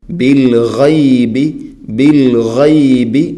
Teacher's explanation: ഗൈൻ തൊണ്ടയുടെ മുകൾ ഭാഗം, ഗൈൻ. ബിൽഗൈബി എന്ന് ഓതിപ്പോവരുത്, ബിൽഗൈബി.